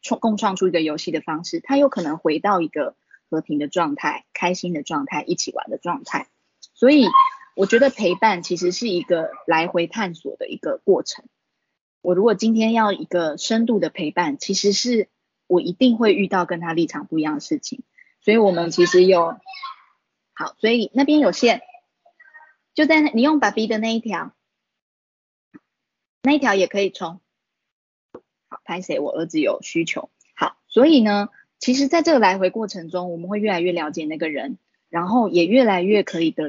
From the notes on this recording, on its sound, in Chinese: 此為線上課程錄音檔！講座錄音。